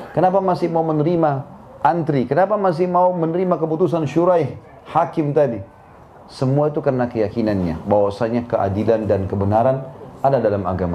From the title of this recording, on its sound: LIVE at San Bernardino, California